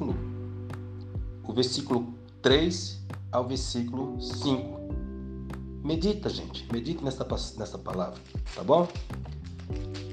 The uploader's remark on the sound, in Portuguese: Ele foi construído a partir de uma conversa em áudios de WathsApp. Juntamos alguns desse áudios, demos aquela editada e formamos esse episódio pra você.